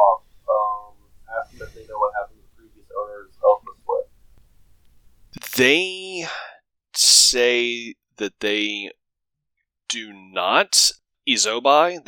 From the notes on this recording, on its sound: The audio in the premiere episode is bad quality